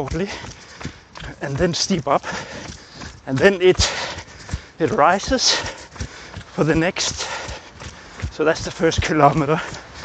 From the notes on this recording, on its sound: This episode is a live recording from my latest running routine. You get the full package here with feet hitting the ground, shortness of breath, speaking while running while I am describing the conditions on the track.